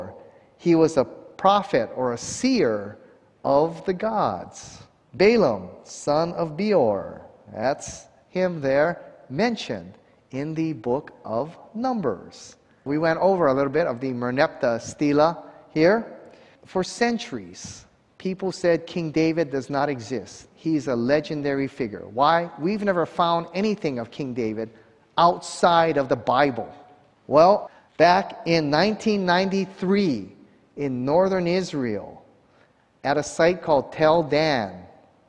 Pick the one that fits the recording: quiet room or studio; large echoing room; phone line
large echoing room